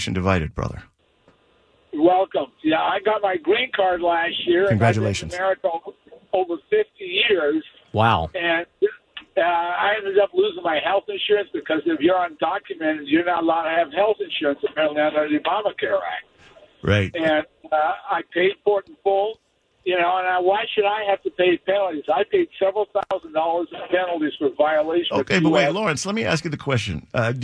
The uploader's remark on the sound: listeners call in and voice their opinion today on A Nation divided Radio